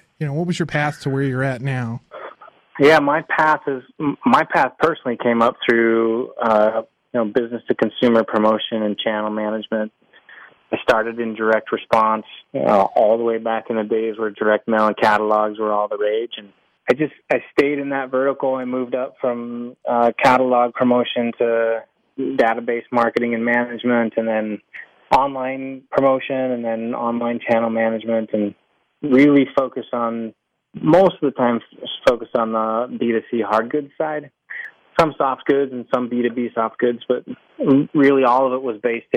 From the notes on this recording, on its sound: A follow-up phone interview to a recent podcast.